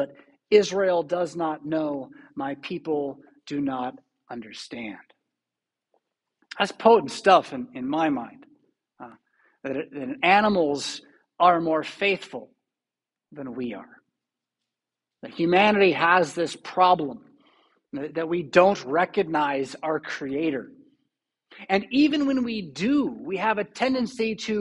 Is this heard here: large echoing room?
yes